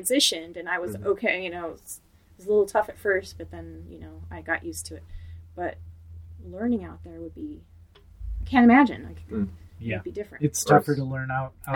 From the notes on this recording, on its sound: Note: this episode features a single microphone due to logistical difficulties. We apologize for the audio quality, but we will return to our usual microphones soon!